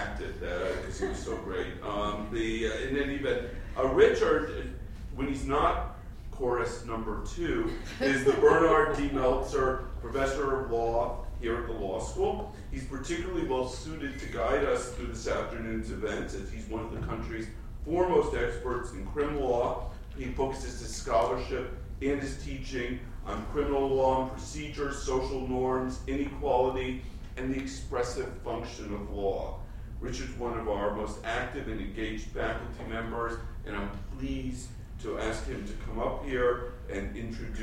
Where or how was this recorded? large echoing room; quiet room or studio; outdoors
large echoing room